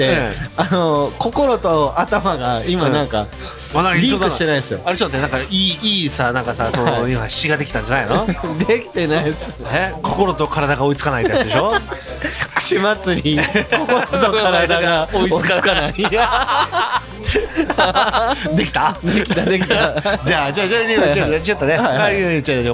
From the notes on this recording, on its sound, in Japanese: 愛知県東海市を中心に、お酒を呑みながらおじさんが喋るラジオ。今回も、東海市富木島町、聖地「とんちんかん」で収録！！全国串まつり 当日の打ち上げに緊急参戦した様子もお届け！？